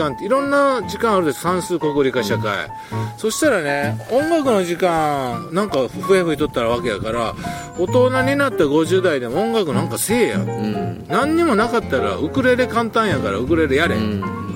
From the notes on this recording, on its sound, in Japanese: 箱根三人対談。箱根まで日帰りバイクツーリングしてきました。富士山をバッグに３人対談。